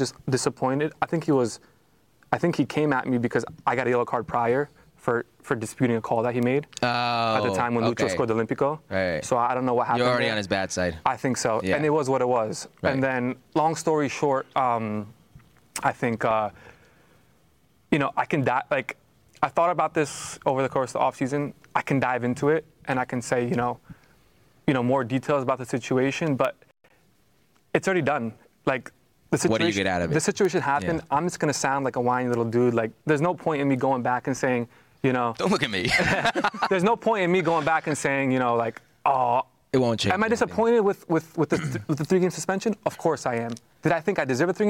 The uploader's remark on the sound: live from Miami for MLS Media Day